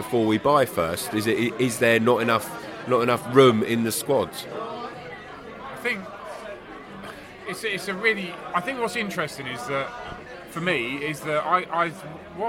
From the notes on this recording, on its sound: Burton Albion Pre-Match Podcast From the Pub.